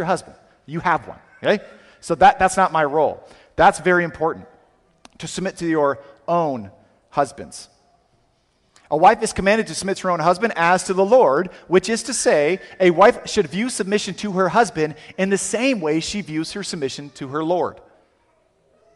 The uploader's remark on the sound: Sermon audio from CityGate Church